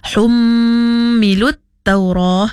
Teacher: hum pada huruf mim yang bertanda sabdu, iaitu wajibul gunnah, kena cukup dua harakat juga.